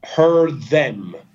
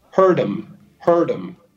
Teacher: Poi però c'hai il TH che è un suono dentale, quindi metti la lingua in mezzo ai denti e soffi e fai the, the. Siccome questi due suoni sono adiacenti, quindi gli alveoli sono molto vicini appunto ai denti, sono attaccati, schippa la D e si va direttamente al TH. · Shown in: first take · Di solito è il secondo suono che prevale.